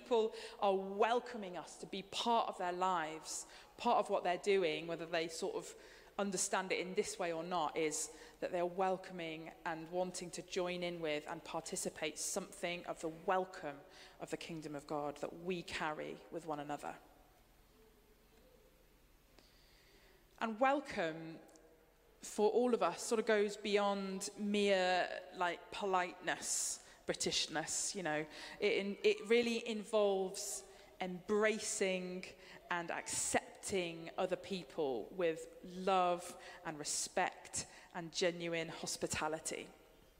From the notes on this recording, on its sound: Streamed live at St Paul's Shadwell.